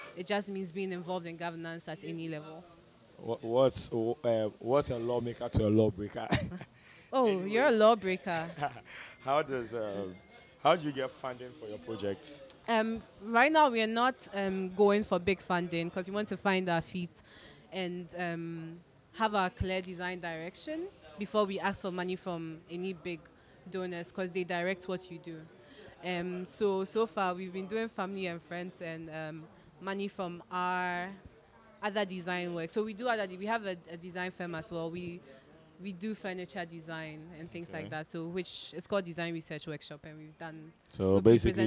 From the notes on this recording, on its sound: We went live at the MESH Confab and spoke to a number of people. MESH Creative Confab is a biannual event that brings together the very best of Ghanaian creativity under one roof.